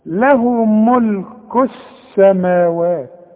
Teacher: بتتحول اللام الى نفس الحرف الذي يليها، بتتحول لسين · Term: اللام الشمسية